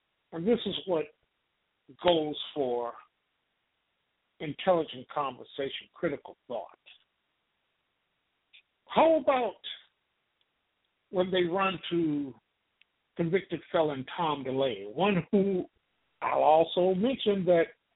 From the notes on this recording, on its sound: LIVE and call-in broadcast